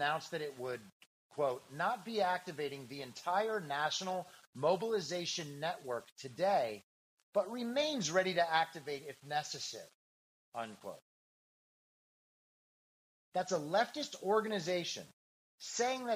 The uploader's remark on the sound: If the audio sucks, blame the program Soundtrap.